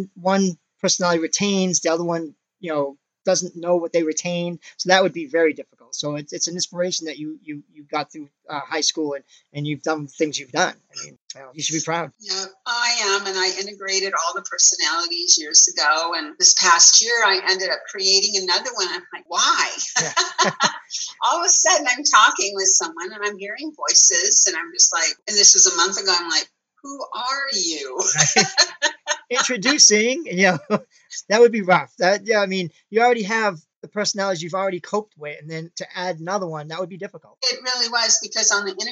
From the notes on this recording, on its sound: Zoom interview.